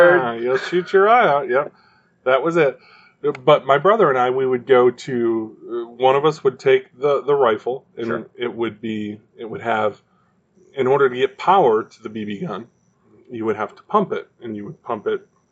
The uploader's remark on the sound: Our audio is not the greatest over the last 2 episodes.